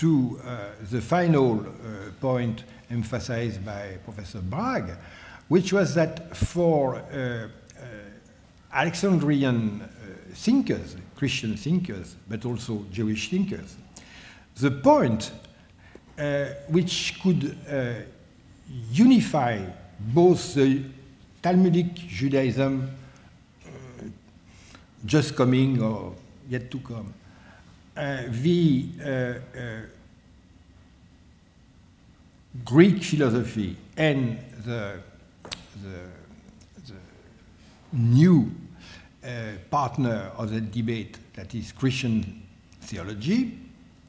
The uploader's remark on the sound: lecture on May 3, 2018 at the University of Chicago's Breasted Hall